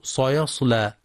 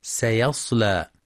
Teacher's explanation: ويخطئ بعضهم في كلمة سيصلى فيقرأ سيصلى بتفخيم السين، والصواب ترقيقها · Shown in: second take